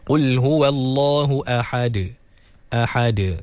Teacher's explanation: Kemudian ahad, sama juga hamzah tu ditahqiqkan. Kemudian ha dikeluarkan daripada kerongkong pertengahan. Dan juga dal diqalqalahkan.